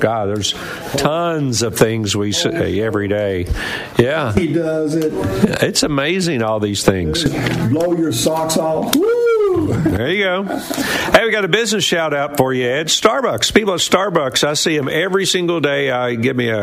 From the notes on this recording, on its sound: LIVE from the Lost Sea in Sweetwater